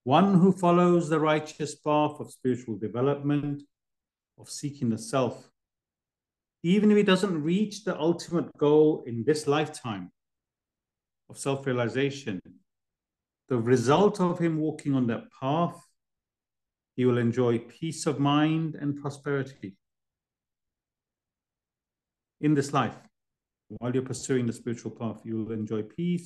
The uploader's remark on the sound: Class given virtually on the 24th of December 2023. A live recording of a Bhagavad Gita class given virtually.